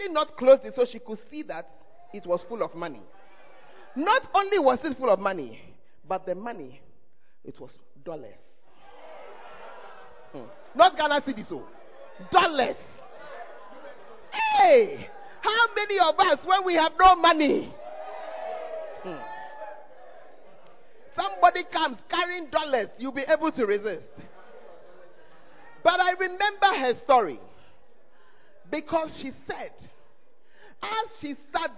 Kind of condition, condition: setting, live audience